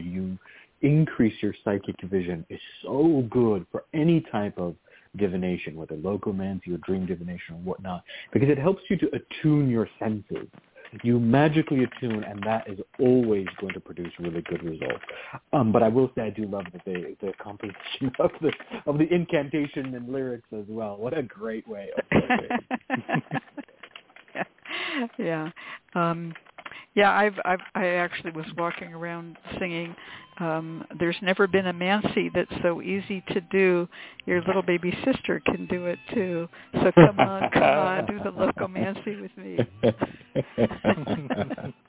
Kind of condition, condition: link, phone line